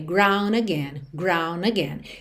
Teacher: ground again, ela junta no N